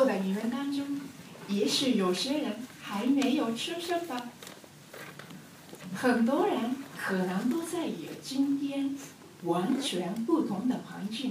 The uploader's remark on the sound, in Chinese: 来自海的声音和中文演讲比赛的现场录音 第一位选手的演讲没有录全。